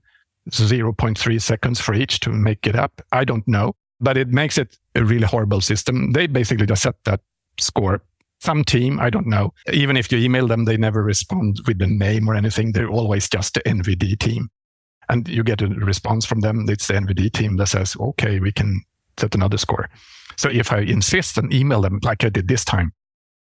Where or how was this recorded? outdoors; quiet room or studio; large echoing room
quiet room or studio